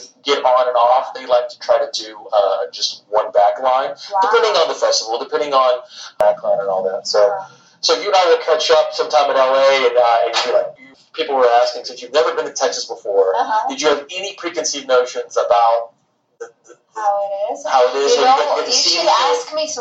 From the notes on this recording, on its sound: Tour bus parked in front of Trees hours before her band opened the show. Her Tour Manager told us we had to wrap it up as it was now time for soundcheck.